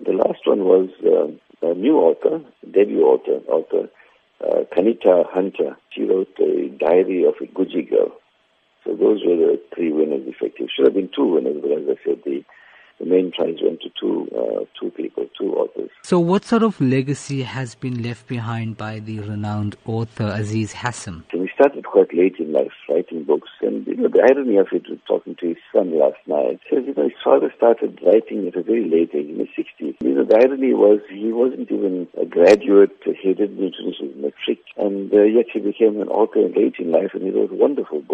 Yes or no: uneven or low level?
no